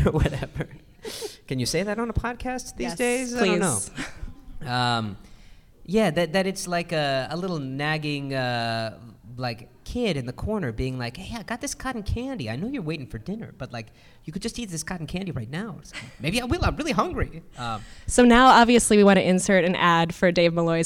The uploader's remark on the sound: This episode was recorded in front of a live audience at BroadwayCon, 2020.